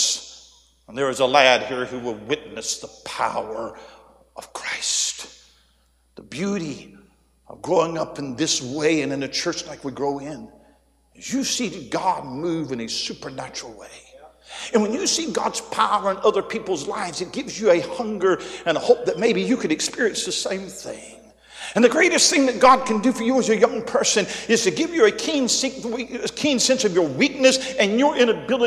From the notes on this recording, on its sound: A sermon preached Thursday Evening during our Spring Jubilee, on March 30, 2023.